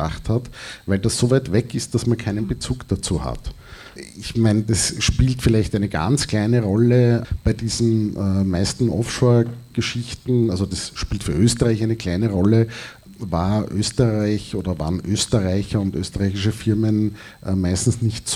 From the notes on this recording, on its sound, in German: Danach findet ein Gespräch mit den beiden Investigativjournalisten aus dem Film statt. Aufnahme: Leo-Kino.